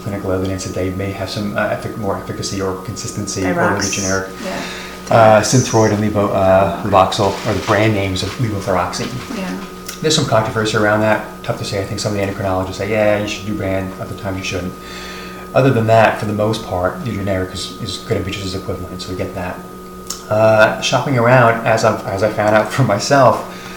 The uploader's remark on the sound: Apologies to our listeners for the audio feedback throughout the podcast.